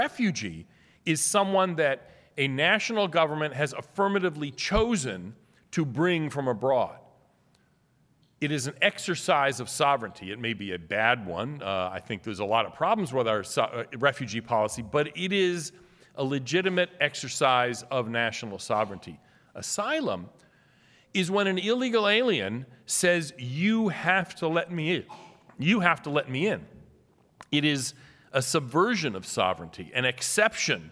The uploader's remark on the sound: address at the Miami National Conservatism Conference on September 12, 2022